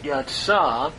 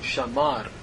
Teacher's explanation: Notice the comments at the as the final vowel because of the aleph. We take a long A vowel instead of a short pathak, since the aleph cannot close the syllable. · Shown in: first take · It has a lengthening at this point.